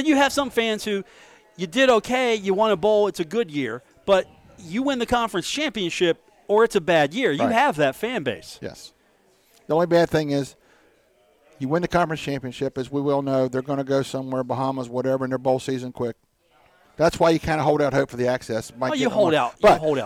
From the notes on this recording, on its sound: broadcast live from The Union Pub and Grill in Huntington, West Virginia.